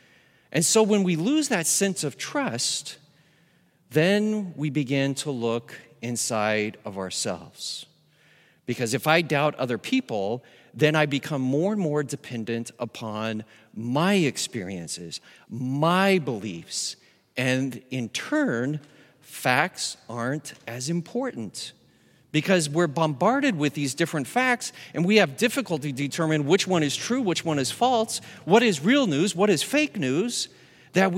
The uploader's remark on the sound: Recorded live at Beatitudes Church in Phoenix, AZ